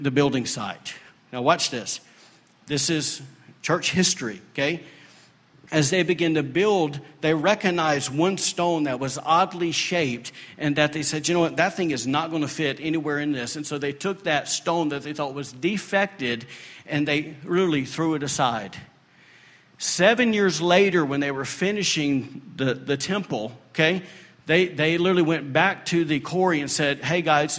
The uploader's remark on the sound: recorded during Sunday morning service at Celebration Life Family Church on Sunday, June 11, 2017